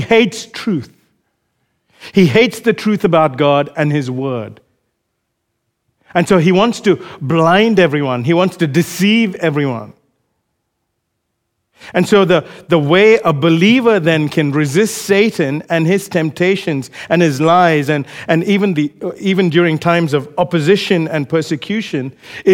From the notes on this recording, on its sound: Recorded live at Grace Community Bible Church.